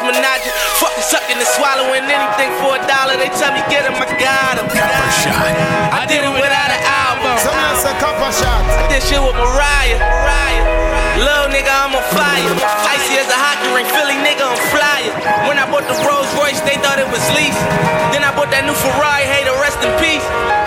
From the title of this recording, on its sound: Truckstop Saturdays 1/20/24 (LIVE AUDIO)